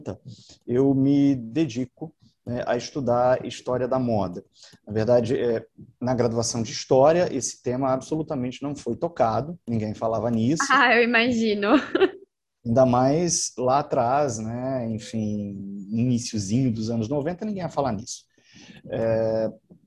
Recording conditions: video call